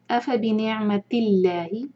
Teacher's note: یہاں لام جلالہ لائٹ ہے کیونکہ اللہ تعالیٰ کے نام سے پہلے اف بنعمت تاکہ نیچے زیر ہے